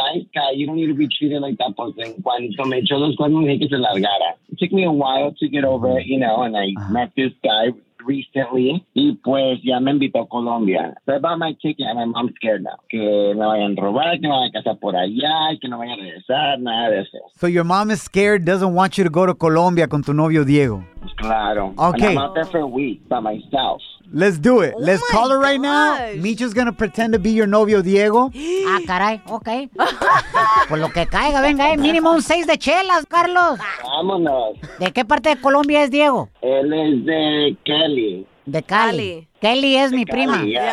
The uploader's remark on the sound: We opened up the phone lines to hear what our listeners hid from mama y papa growing up.